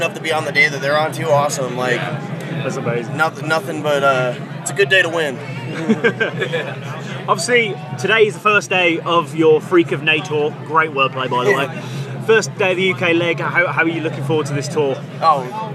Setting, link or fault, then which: setting, busy venue